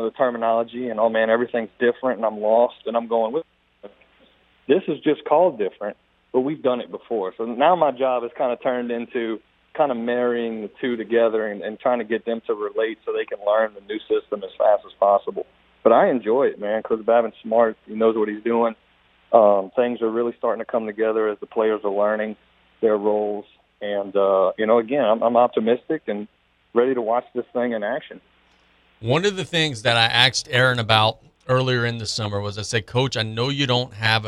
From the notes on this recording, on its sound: On the phones